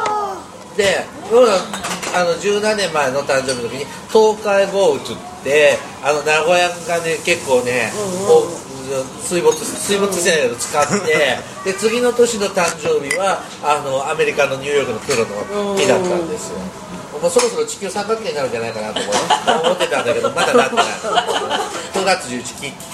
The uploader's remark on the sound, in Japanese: 三十路と四十路のまったり人生訓トークin日高屋。まったり大人呑みトーク。雑音混じり。